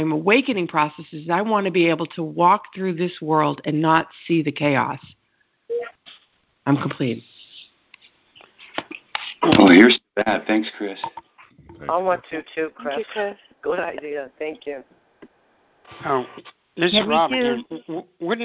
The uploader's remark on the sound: ACIM Daily TEXT Conference Call